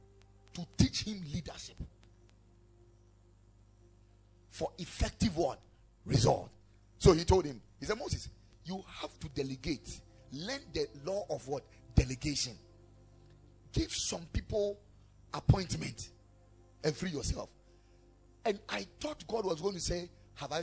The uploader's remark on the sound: Preached at the Ekklesia Chapel.